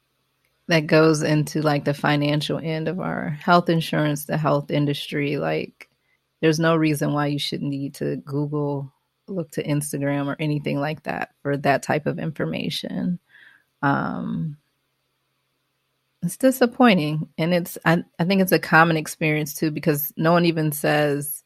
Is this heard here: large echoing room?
no